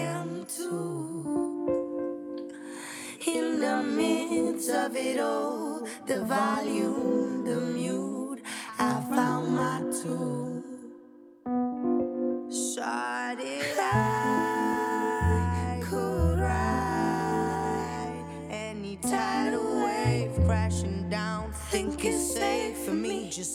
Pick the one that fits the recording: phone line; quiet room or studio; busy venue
busy venue